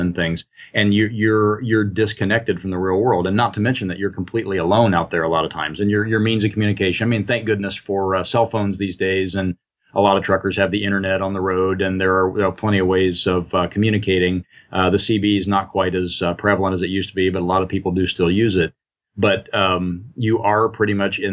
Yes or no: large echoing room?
no